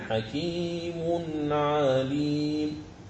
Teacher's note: ميم لفظ حكيم منون جاء بعده حرف العين فنظهر التنوين · Term: الإظهار